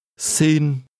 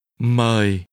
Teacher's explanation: The first part is pronounced with a mid-level tone. Xin. And a falling tone.